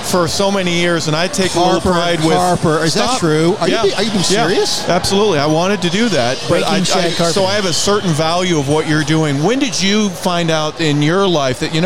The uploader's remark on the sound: Live Broadcast from Gwinnett Stripers Game at Coolray Field. Was on site at Coolray Field in Lawrenceville, GA, home of the Gwinnett Stripers, the Triple-A affiliate of the Atlanta Braves.